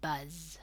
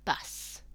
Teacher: Now, say the word bus. You shouldn't feel a vibration on the s sound because the sound is unvoiced. · Shown in: second take · You should feel a vibration on the zzz sound. This is a voiced sound.